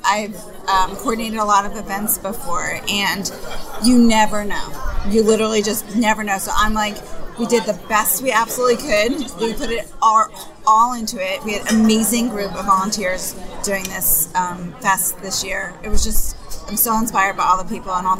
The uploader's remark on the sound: recorded this month's podcast from the middle of the Boston Kids Comics Fest, held at Pine Manor College April 27